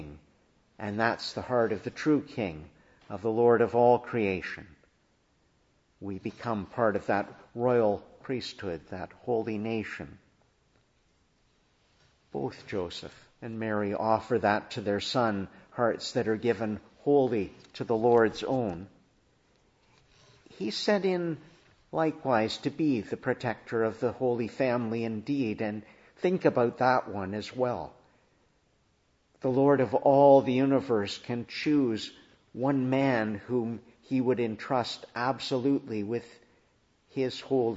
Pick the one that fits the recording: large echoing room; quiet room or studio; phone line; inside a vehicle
large echoing room